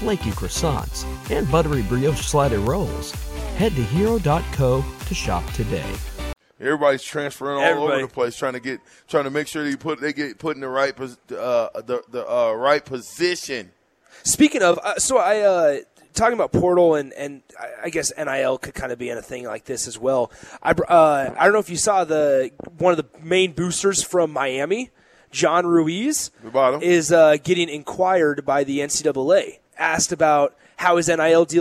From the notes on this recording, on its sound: Live from Wingstop.